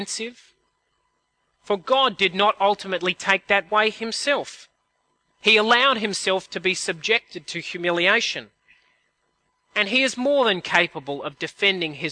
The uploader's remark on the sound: At a CIG service